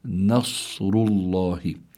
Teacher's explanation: فلابد من ترقيق النون وتفخيم الصاد